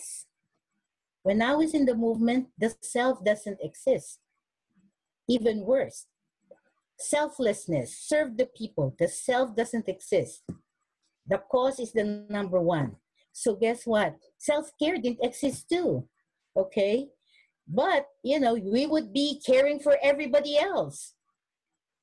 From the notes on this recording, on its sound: originally hosted as a webinar and recorded in May of 2020